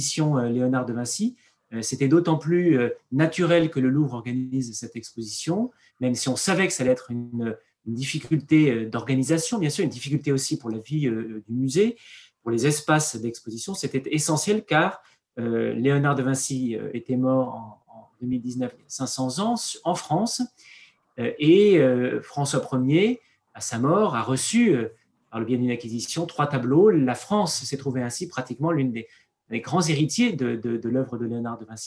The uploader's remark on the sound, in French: Enregistré sur zoom le 20 avril 2021.